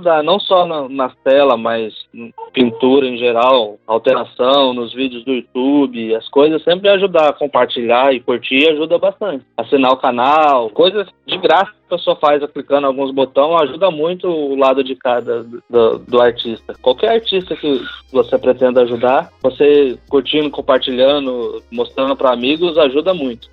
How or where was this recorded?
phone line